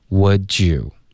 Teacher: 有一个 j 的音直接连发过去，变音了 · Term: 连读